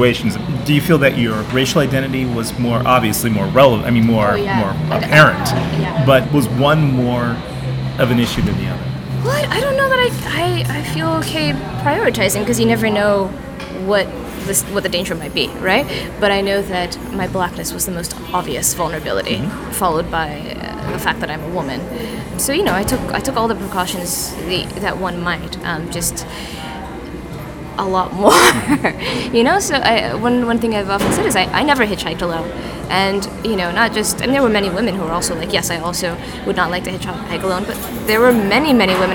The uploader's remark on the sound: Was recorded in a coffee shop in Oakland, California. Sorry about all the ambient noise.